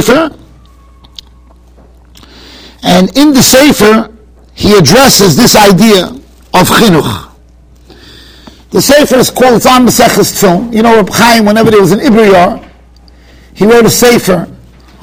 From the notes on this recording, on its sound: Shiur recorded in Yeshivas Ohr Reuven, Monsey, NY.